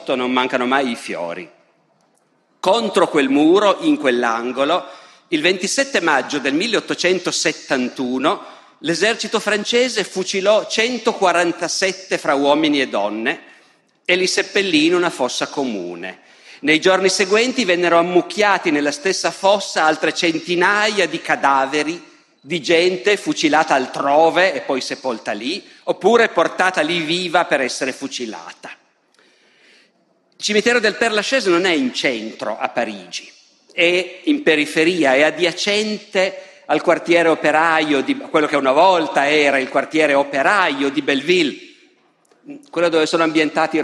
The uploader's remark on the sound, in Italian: Festival della Mente, 2021. Dal Festival della Mente 2021, il terzo e ultimo appuntamento della serie “Le origini delle guerre civili”.